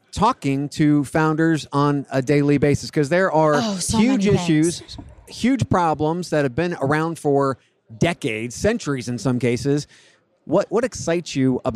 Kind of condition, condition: setting, busy venue